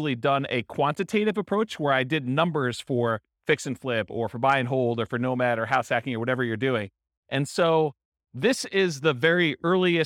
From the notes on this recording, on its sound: This was a live class recorded